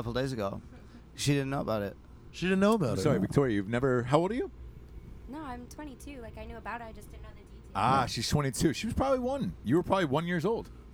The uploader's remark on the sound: Live from the back of a tour bus at "Welcome To Rockville" in Jacksonville, Florida. WARNING: we were all heavily drinking.